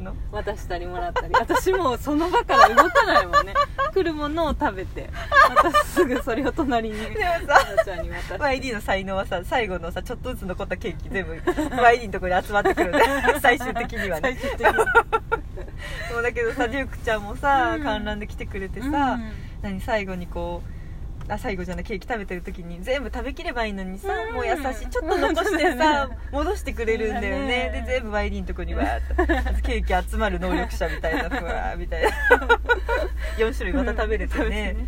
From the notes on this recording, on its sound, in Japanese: 収録 from Radiotalk。カースタジオでの収録ですん。